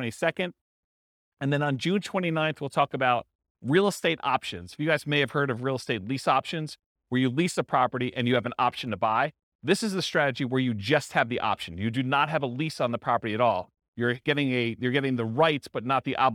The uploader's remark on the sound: This was a live class recorded